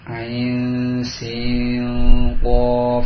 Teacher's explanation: ketika disambung nun sukun bertemu dengan sin dan bertemu dengan qaf, berarti diikhfakan.